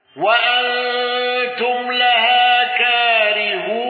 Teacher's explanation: بصلة ميم الجمع وقصر الصلة والغنة